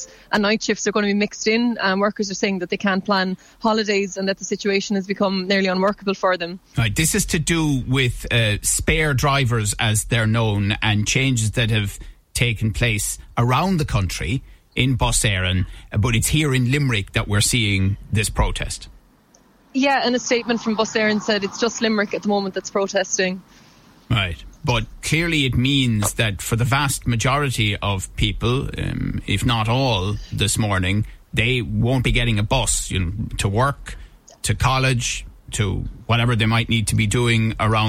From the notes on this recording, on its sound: Bus Eireann workers stage protest in Limerick. Live from the Bus Eireann protest in Limerick City.